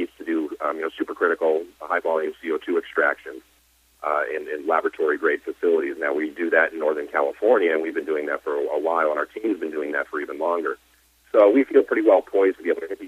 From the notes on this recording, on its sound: called in to SmallCapVoice